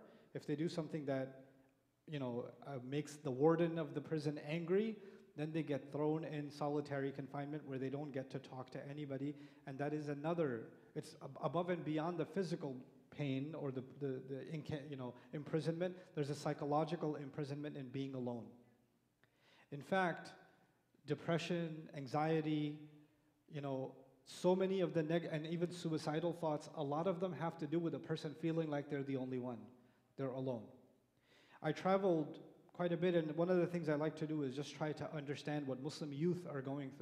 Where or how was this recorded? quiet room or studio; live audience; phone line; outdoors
live audience